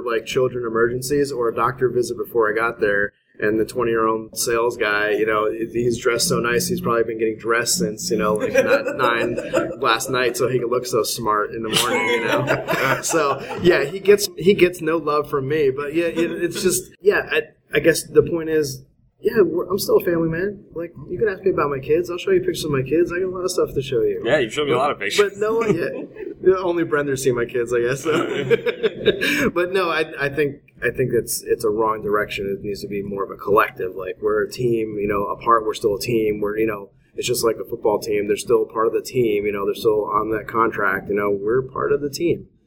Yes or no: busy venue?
yes